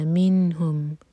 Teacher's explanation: منہم نون پر اظہار، جھٹکا نہ ہو نون پر